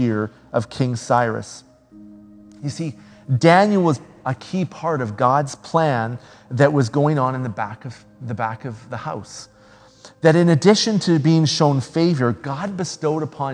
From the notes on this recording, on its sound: speaks at SouthRidge Fellowship, a Langley church